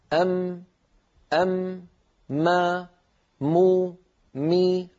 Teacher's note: تجدون بأن الأنف يعمل مع الشفتين في إخراج حرف الميم، بدليل لو سددنا الأنف وقلنا أم ما مو مي نجد بأن الصوت قد اختل ولم يعد ميما صحيحة. · Term: الغنة